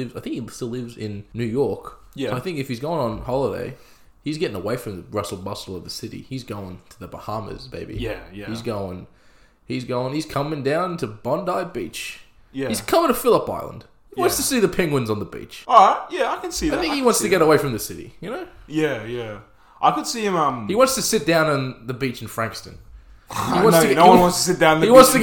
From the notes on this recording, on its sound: Sorry about the slight echo in the room we did record this in a bathroom